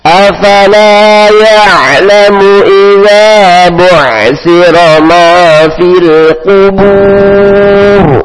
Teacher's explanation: tebal huruf ro-nya terakhir sehingga tanpa disenyumkan. Kubur tetap dimonyongkan ya.